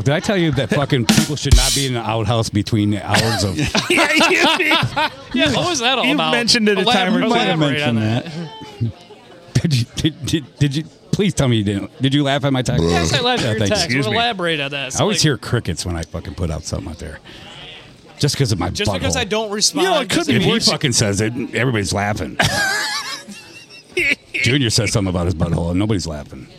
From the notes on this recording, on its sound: Recorded at the Blue Water Sports Bar in downtown Port Sanilac, right near the main 4 corners, which is a 4 way stop.